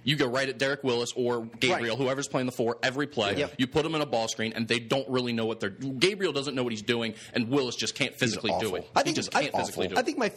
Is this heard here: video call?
no